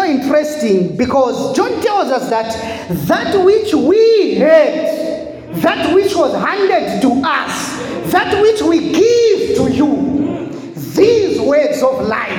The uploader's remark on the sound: The sermon was preached in the church setup.